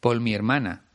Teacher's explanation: pronuncia las Rs en mitad de una palabra como si fueran Ls